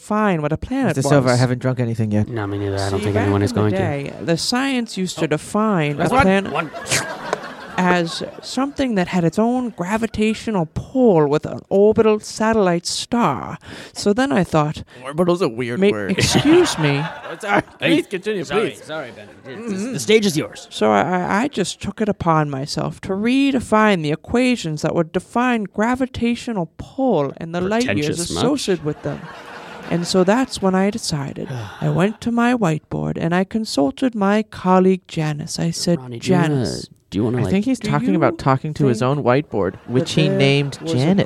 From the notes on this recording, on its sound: Recorded at Improv Asylum in Boston Massachusetts.